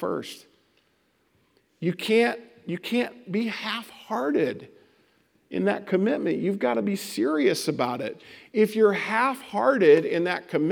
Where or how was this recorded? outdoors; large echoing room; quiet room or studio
large echoing room